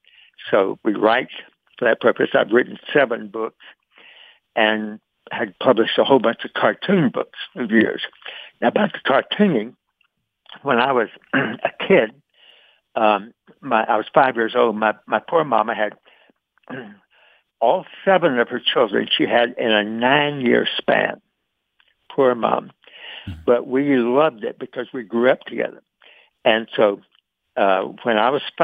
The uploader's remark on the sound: Today's Phone Guest